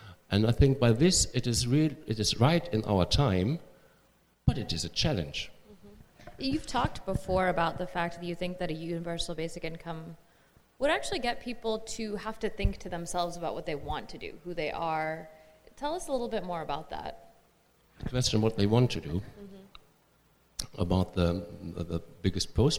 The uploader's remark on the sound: Joined us in San Francisco for a live event about his groundbreaking campaign.